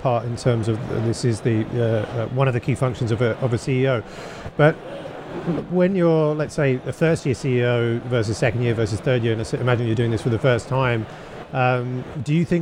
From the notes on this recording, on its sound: live from Slush 2019